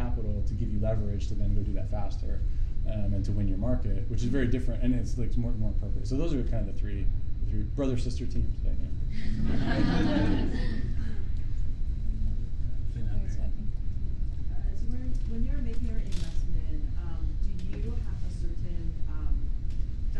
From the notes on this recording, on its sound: This podcast is a recording of a fireside chat